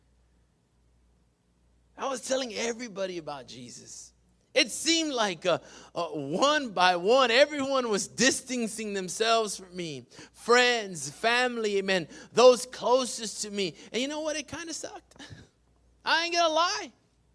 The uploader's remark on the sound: PREACHED IN WESLACO TX, 6-20-21